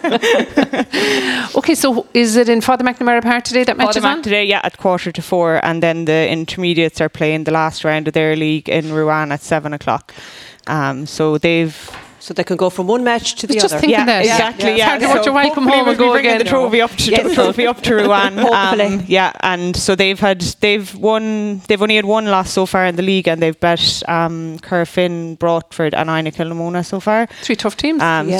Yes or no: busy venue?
yes